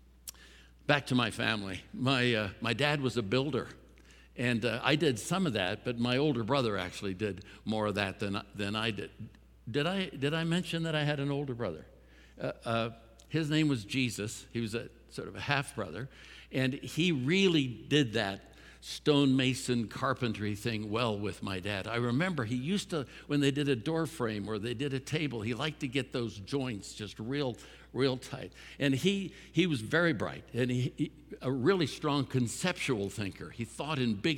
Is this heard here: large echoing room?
yes